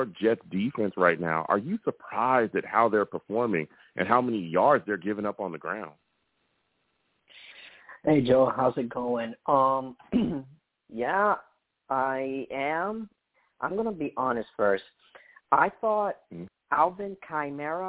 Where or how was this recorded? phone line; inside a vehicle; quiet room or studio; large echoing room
phone line